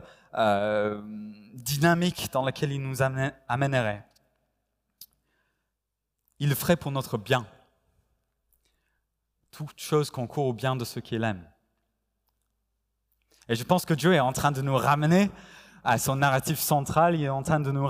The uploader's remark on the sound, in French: Enregistré à l'église CVV, le 05/09/2021